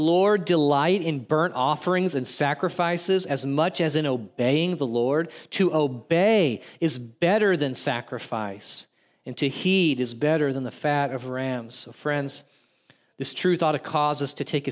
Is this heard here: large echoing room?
yes